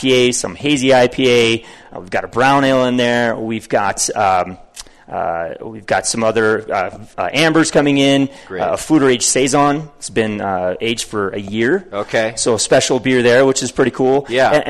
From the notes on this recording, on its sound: Live webcast from The Hop Grenade Taproom. Travels back to Fort Collins for another live webcast from The Hop Grenade Taproom .